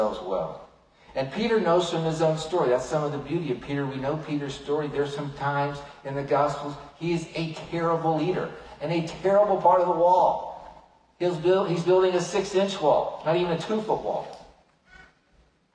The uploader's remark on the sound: Unfortunately, the audio file for this sermon was corrupted, a lower quality audio was able to be produced from the livestream.